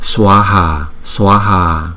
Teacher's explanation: chúng ta đọc kéo dài hai nhịp so với chữ A bình thường chúng ta kéo dài một nhịp